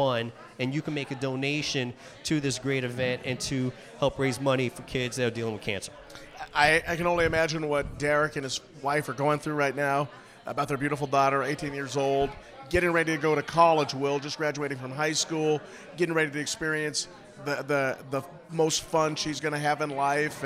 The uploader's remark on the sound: ON NYSEA LIVE!! We are Live from the Backyard Bar.